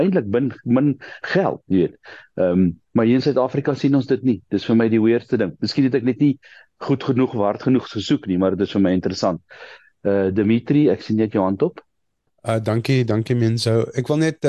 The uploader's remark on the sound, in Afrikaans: Die Transformasie Tafel Zoom Byeenkoms 6 Julie 2023